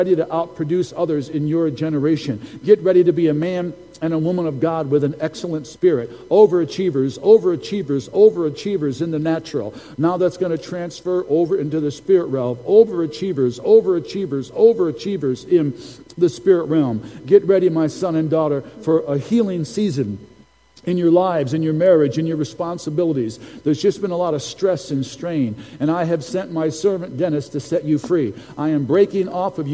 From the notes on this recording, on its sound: Recording from Sunday's prophetic service